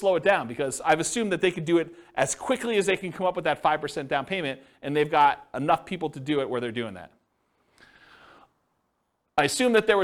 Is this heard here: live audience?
yes